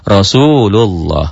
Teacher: Lafal Allah dibaca dua, tafkhim. Lafal Allah dibaca tafkhim tebel, berbunyi Allah, berbunyi O, tebel, ya, apabila sebelum lafal Allahnya ada huruf yang berbaris di atas, ada domah dan fathah.